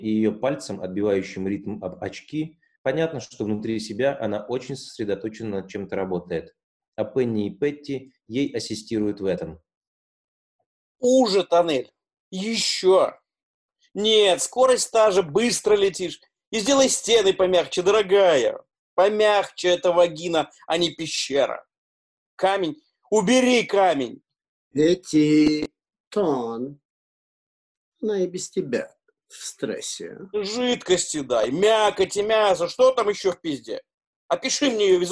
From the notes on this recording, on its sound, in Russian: Читка состоялась в формате zoomconference 4 и 6 мая 2020 года. Запись онлайн читки пьесы литовского драматурга … "Спящие". Читка состоялась в формате zoomconference 4 и 6 мая 2020 года.